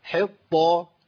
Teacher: انا عندي طاء مفخمه في مرتبه عليا